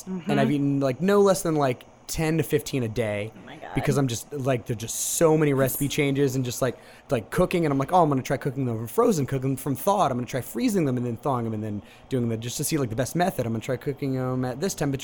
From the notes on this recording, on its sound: We went down to the new location opening in August and did a live recording. There's a water bottle that really wants to be part of the episode.